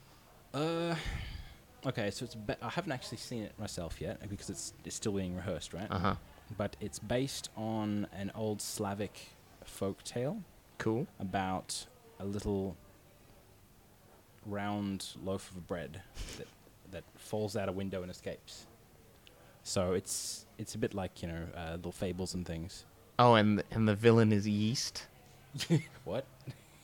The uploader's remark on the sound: Recorded live at the Brunswick Street Bookstore.